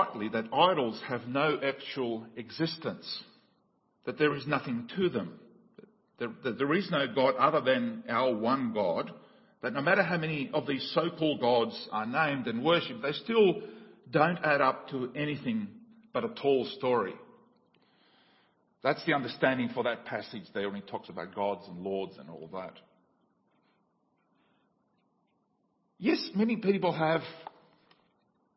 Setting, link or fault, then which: setting, large echoing room